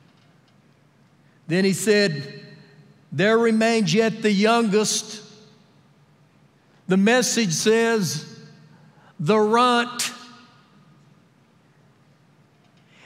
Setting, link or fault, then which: setting, large echoing room